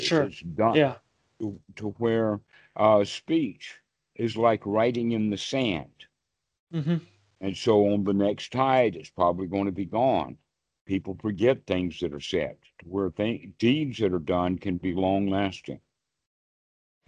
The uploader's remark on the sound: skype calls on this channel